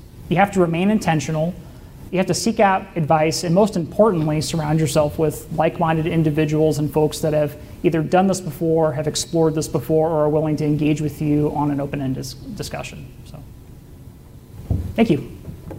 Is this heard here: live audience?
yes